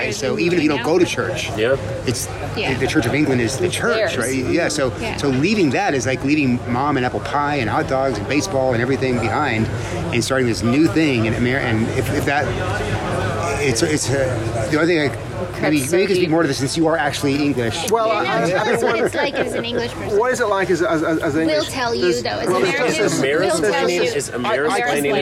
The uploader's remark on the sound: On Location at GAFCON23 (Day 5)